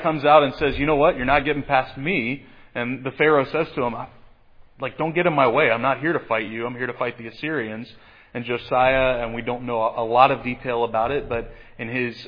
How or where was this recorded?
large echoing room